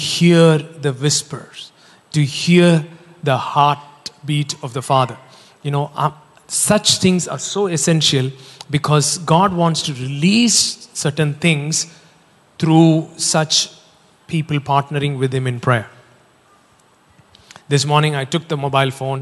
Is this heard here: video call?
no